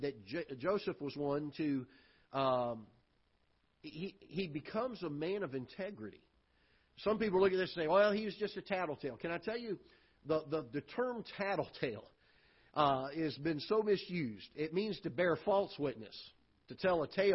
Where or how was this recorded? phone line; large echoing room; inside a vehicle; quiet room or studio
large echoing room